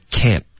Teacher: 结尾的 n 的音舌头顶着上颚然后就尽量有一个干脆一点的停顿不要把这个 n 的音拉得太长 · Term: 干脆的停顿